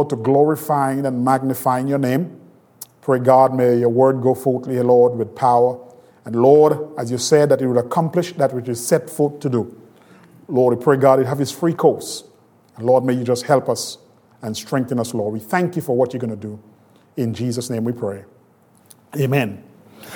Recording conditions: large echoing room